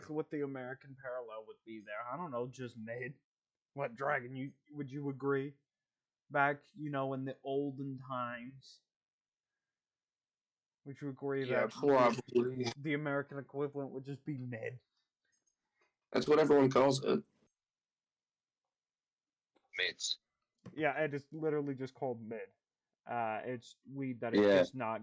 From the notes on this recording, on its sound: Sorry about the technical difficulties.